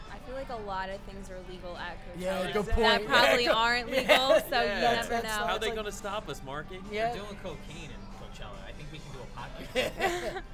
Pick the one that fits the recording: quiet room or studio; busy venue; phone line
busy venue